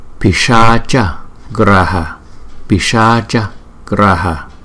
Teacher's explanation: Chữ S này chúng ta đọc cong lưỡi nhưng cái âm thì không từ trong cuốn họng chúng ta đọc ra, mà cái âm là giống như chữ, chúng ta đọc chữ là sugar.